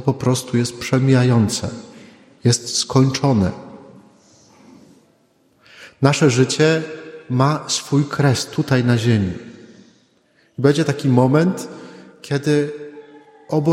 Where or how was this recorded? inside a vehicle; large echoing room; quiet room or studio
large echoing room